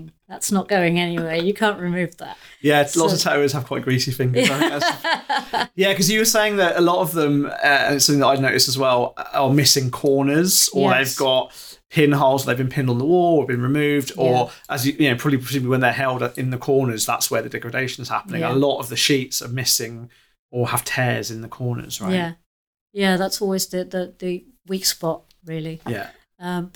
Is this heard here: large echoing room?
no